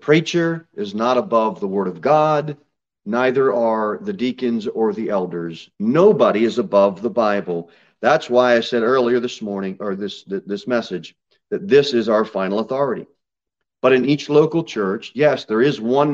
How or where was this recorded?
large echoing room